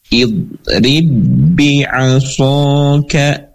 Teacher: Dalam kata idrib bi'asoka, jadi kata yang pertamanya idrib, kata yang kedua bi'asoka, maka ba yang pertama tidak lagi dipantulkan, tidak idrib, tapi langsung masuk ke dalam ba yang kedua. Nah, ba yang kedua jadi berharokat kasrah. · Term: idgham mutamatsilain